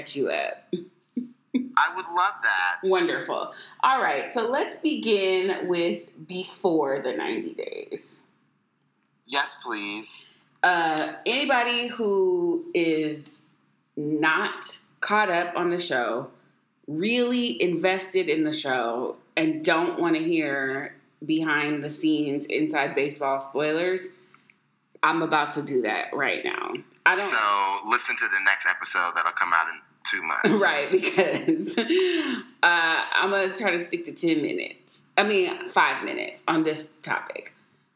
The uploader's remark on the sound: We had to go back to old school methods to get this episode recorded so the sound is, what it is.